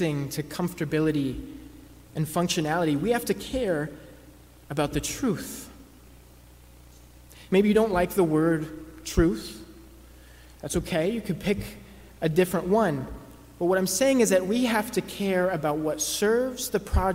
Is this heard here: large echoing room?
yes